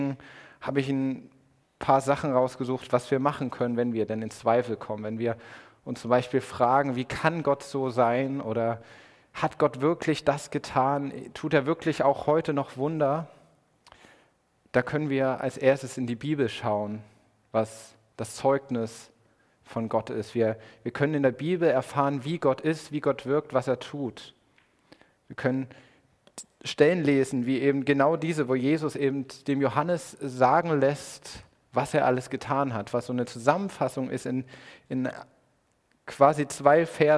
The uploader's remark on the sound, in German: Predigt im Rahmen des GreifBar+ Gottesdienstes